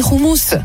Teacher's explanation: j'ai mis le guttural sur le H de roumous